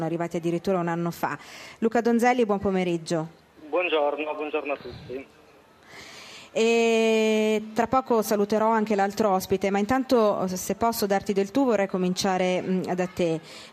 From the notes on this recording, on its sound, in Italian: In diretta da Expo 2015.